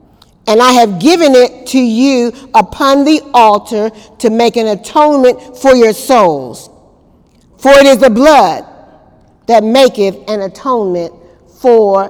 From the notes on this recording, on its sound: During Wednesday night service on April 11, 2018